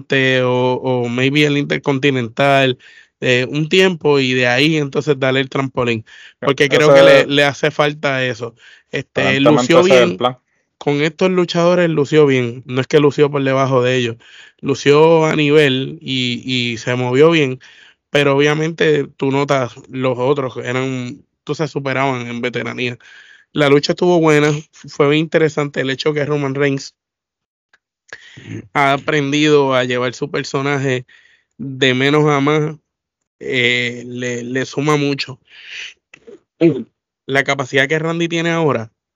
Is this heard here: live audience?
no